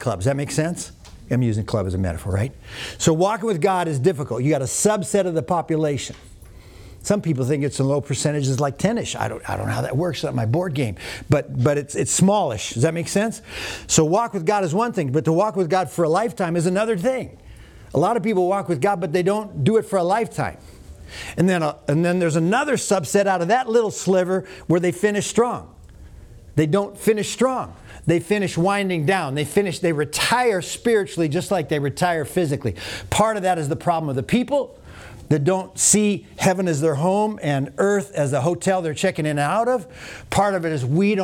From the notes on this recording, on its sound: Today’s audio comes from the National Disciple Making Forum by Discipleship.org. Faith International University led a track called “Discipling Biblically: The Master Plan Way.”